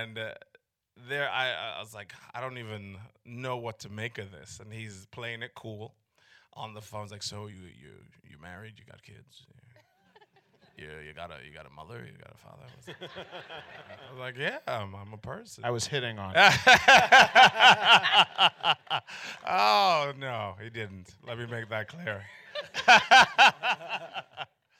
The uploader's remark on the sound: on March 30, 2019 at the Samuel Goldwyn Theater.